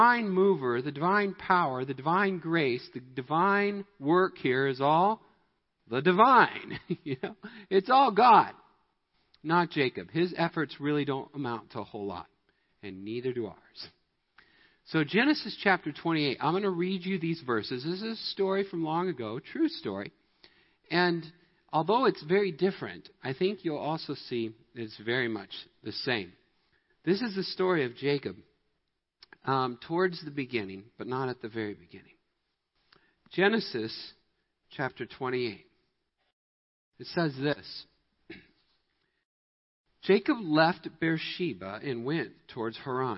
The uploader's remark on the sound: Midland Evangelical Free Church Sermon Audio